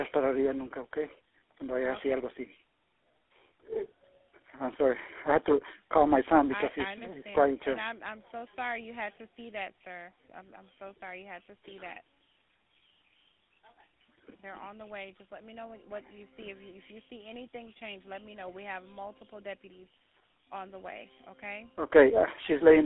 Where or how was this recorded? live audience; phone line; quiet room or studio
phone line